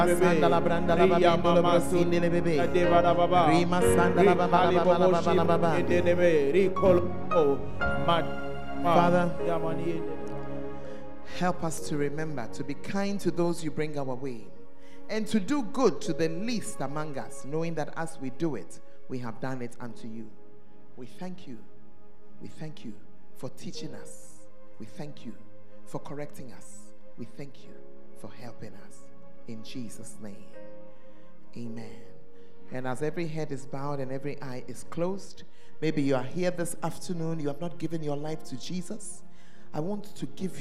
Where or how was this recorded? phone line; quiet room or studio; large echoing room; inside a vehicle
large echoing room